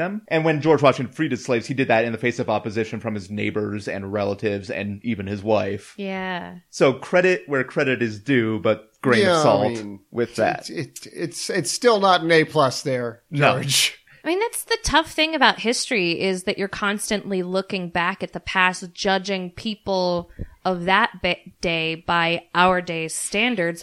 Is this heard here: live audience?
no